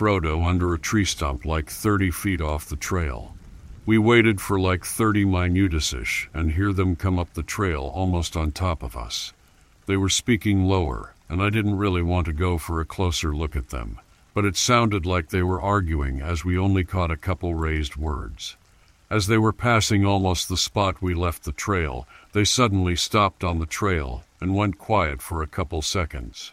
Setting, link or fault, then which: fault, sounds in the background